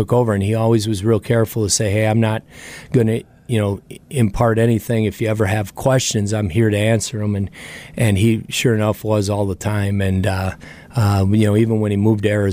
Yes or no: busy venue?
yes